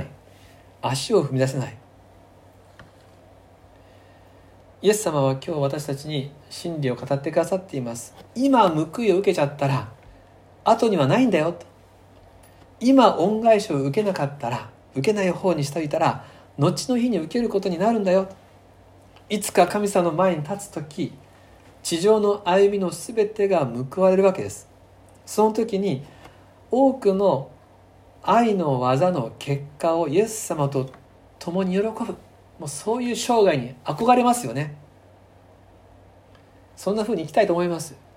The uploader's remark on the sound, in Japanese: 2020/11/22吉備教会礼拝メッセージ録音